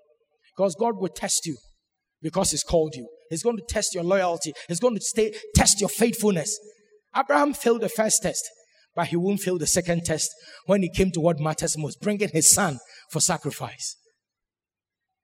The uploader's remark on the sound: Sermon preached at CBC Shiashie Campus